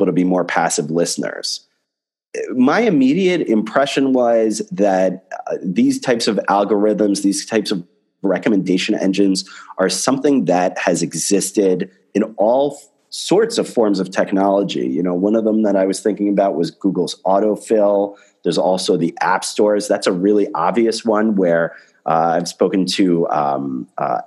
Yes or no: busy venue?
no